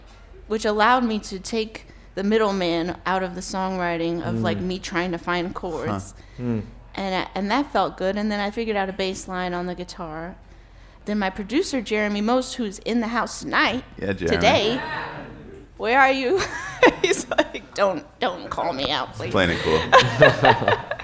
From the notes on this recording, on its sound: Live from SXSW